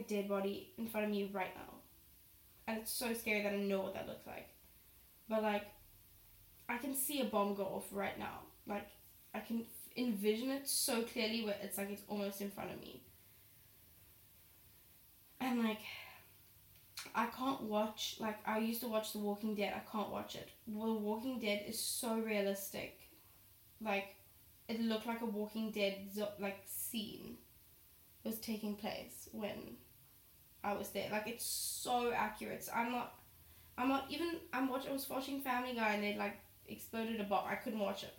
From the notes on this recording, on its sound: i'm sorry about the sound quality - my laptop didn't recognise my mic while I filmed this and recorded the episode on my laptop mic